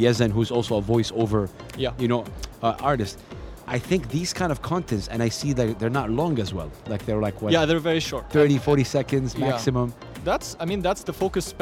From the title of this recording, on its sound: Live from SIBF 2023